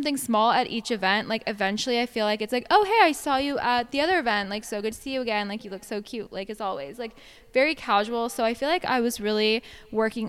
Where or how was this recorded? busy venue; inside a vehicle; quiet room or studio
busy venue